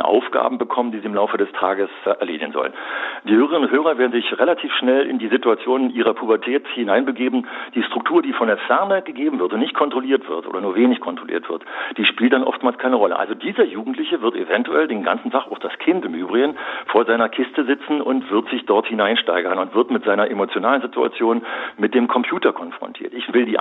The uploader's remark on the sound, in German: Im Inforadio (rbb) per Telefon ein Interview.